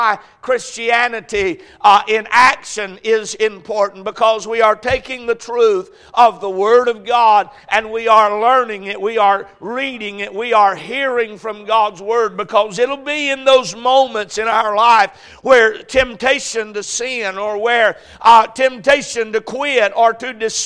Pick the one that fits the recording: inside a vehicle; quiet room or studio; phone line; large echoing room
large echoing room